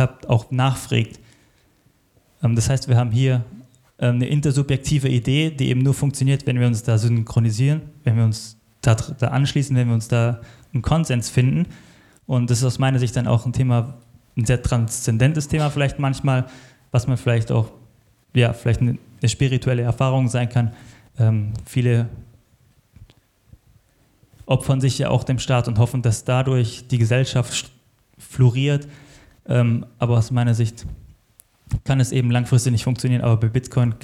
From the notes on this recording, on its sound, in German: Als Live-Mitschnitt vom Mises Karma Live Event. Im Hotel Princess, Plochingen.